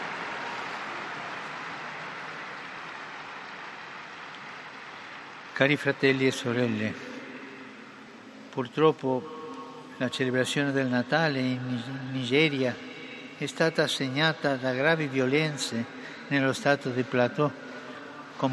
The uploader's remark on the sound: PETER'S SQUARE, RECITATION OF THE ANGELUS PRAYER